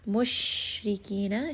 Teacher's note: sheen is a letter of tafashi, so you are going to feel that sound kind of spread throughout the mouth.